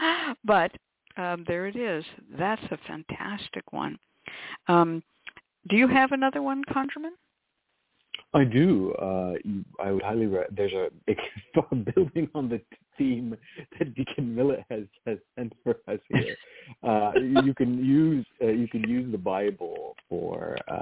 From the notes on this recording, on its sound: The Lucky Mojo Hoodoo Rootwork Hour is a real, live call-in show where the general public gets a chance to ask about actual problems with love, career, and spiritual protection.